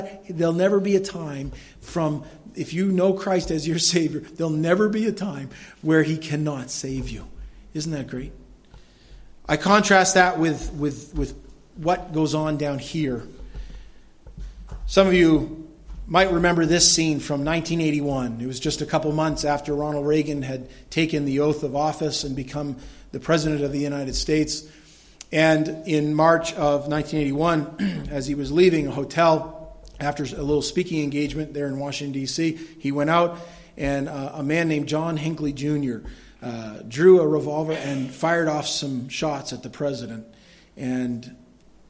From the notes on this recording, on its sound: was delivered at Madawaska Gospel Church on the morning of August 14, 2016